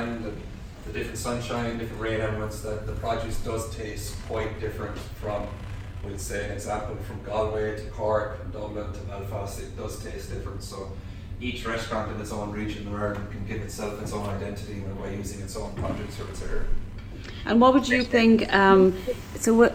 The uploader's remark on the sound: Live From The Montenotte Hotel, Cork. Broadcasts live from her hometown.